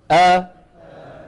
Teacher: والهمزة المتحركة بالعكس، الهمزة المتحركة بالعكس، يكون الوتران ملتصقان ثم ماذا يفعلان؟ يبتعدان عن بعضهما